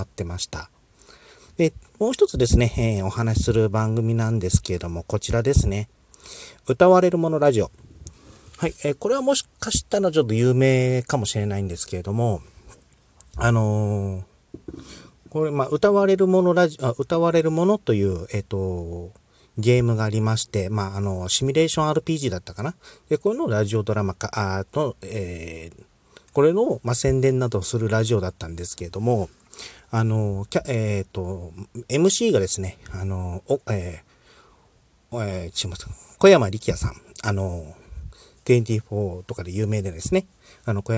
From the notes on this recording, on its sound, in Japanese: クーラーかけないでの車中収録、眠気もあってかトークが安定してません（いつものこと）。